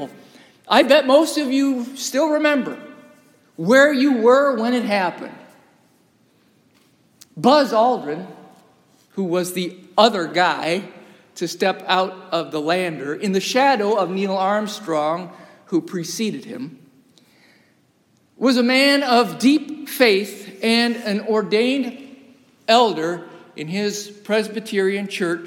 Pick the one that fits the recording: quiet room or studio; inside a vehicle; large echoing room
large echoing room